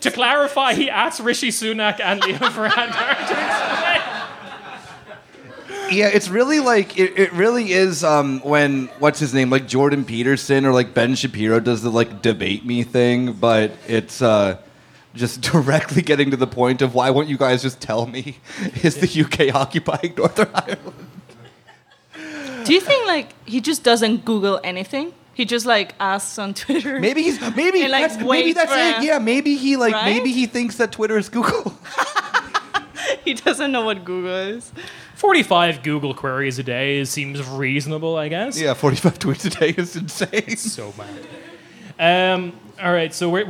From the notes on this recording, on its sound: This was live. Thanks to podfest berlin for putting on the show.